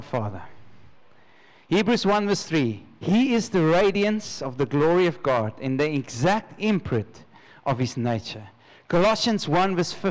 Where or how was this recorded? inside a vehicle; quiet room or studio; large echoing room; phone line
large echoing room